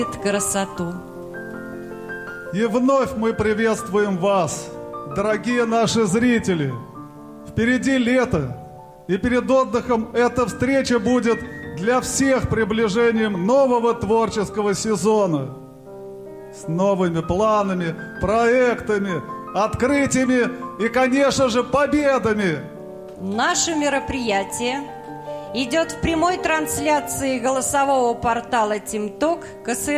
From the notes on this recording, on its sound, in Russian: Концертный зал Радио ВОС. Аудиозапись концерта.